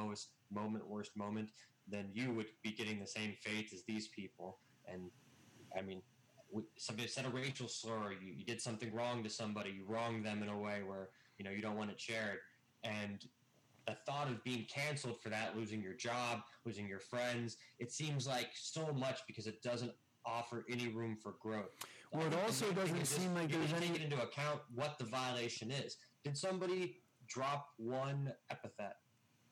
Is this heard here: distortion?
yes